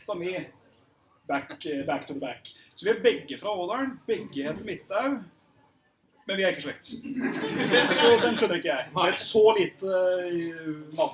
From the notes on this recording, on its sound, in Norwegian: Live med Level Up fra Tilt. Vi gjeste jubileet til Level up og og tok lige så godt og kuppet showet dems og kjøre en live Saft og Svele. Litt laber lyd.